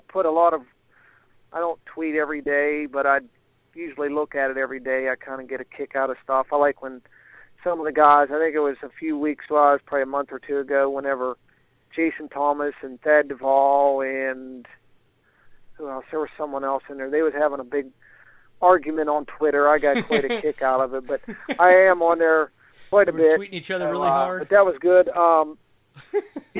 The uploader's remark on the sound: on the phone